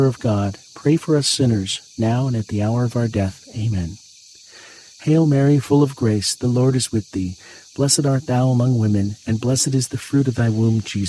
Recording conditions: sounds in the background